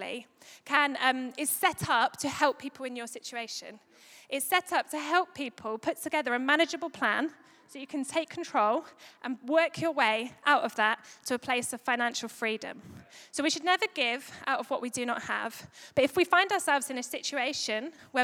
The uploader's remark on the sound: Recorded live at Life Church Lancashire Sunday 1st May 2022